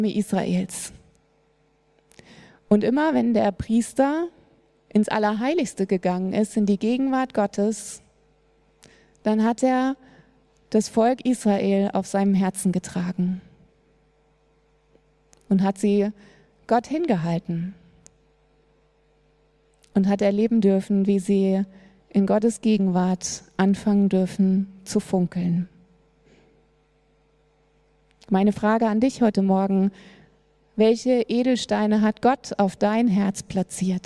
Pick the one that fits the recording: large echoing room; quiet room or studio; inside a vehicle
large echoing room